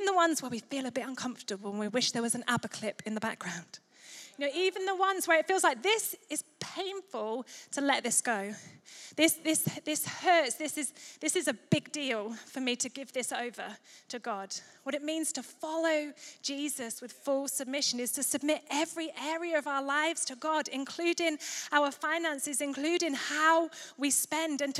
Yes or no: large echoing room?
yes